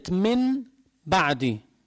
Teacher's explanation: النون الساكنة والتنوين إذا إجا بعد باء تقلب النون الساكنة والتنوين ميما مخفاة في اللفظ من غير إدغام وتشديد، من غير إدغام وتشديد على أن فيه غنة، بتبقى الغنة موجودة ومقدارها حركتين · Term: الإقلاب